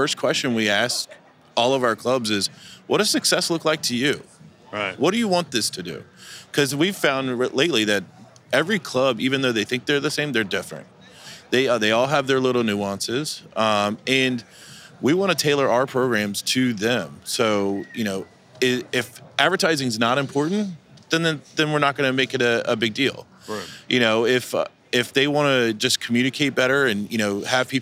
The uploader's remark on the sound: Live from the floor of the March 2023 IHRSA Trade Show in San Diego